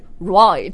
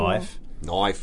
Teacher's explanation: 所有这种 I 的音 Yeah. 它就会变成有点像 OI